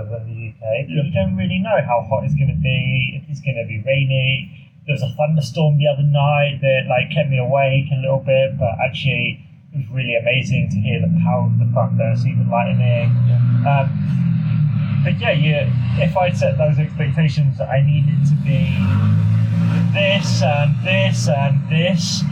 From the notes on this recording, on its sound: Living it up in Spain. Quite literally recorded on a windy balcony in Spain.